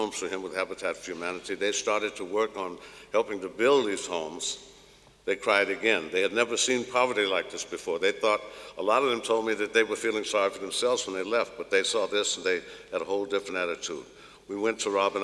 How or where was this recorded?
busy venue